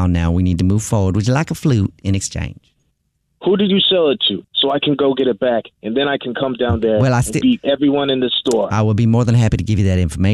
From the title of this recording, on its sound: Phone Prank!